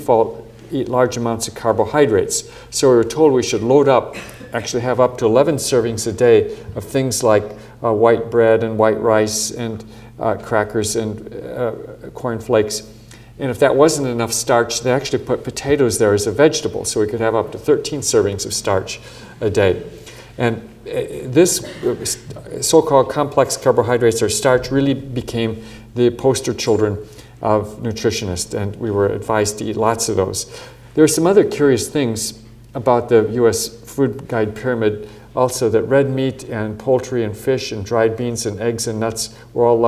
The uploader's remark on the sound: Recorded on 12 June 2008 at the University of Edinburgh's George Square Lecture Theatre.